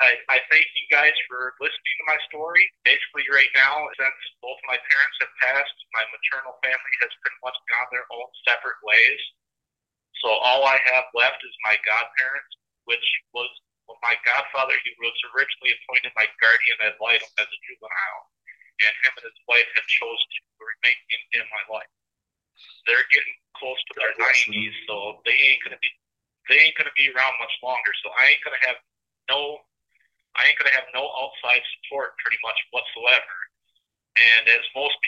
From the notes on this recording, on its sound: be patient with the audio as it is near impossible to have clear crisp audio through the phones the prisoners speak through